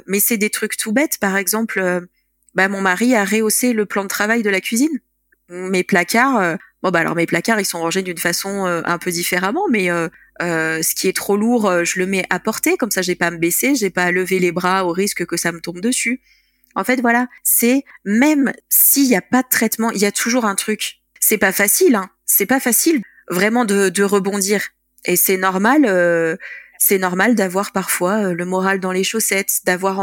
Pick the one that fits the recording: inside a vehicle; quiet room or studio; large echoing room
quiet room or studio